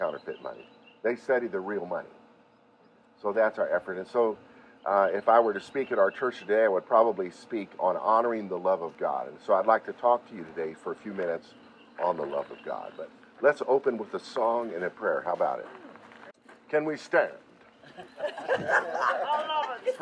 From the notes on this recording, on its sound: Leading the Lord's Day Service at a Rhodesian Reunion in Canyon Of The Eagles Resort near Burnet, Texas - called INDABA TEXAS 2023.